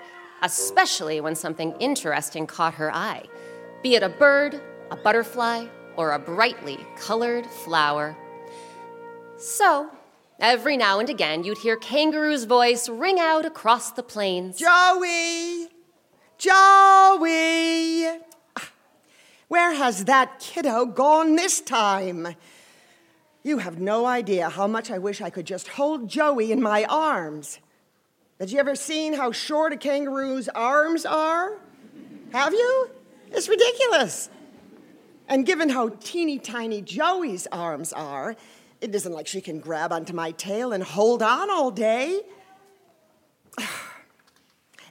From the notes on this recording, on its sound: Recorded live with musicians from the … as part of our 2019 summer pop-up series